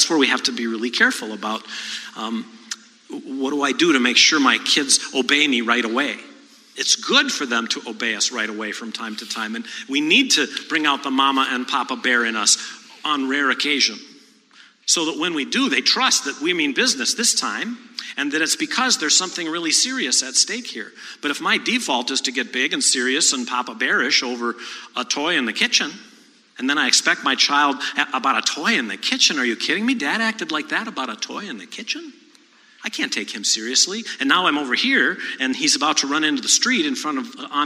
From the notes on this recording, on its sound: For the first part of our 2018 Don’t Mom Alone live event